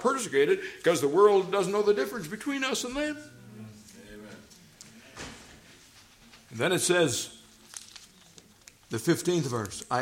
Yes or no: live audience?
yes